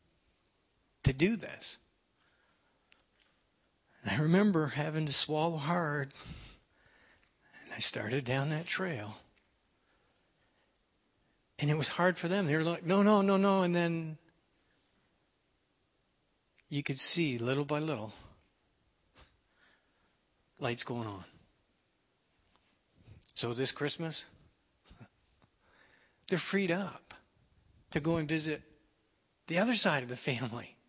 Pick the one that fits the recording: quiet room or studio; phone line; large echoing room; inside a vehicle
large echoing room